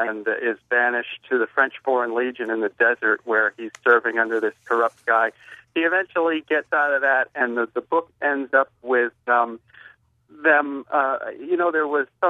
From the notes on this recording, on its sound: we open up the phone lines and take your recommendations